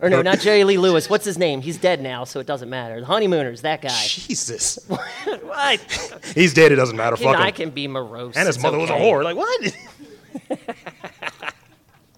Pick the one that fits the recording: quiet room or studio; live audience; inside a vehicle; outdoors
live audience